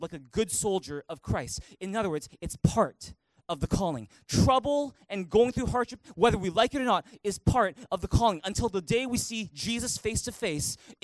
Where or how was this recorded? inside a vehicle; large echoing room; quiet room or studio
large echoing room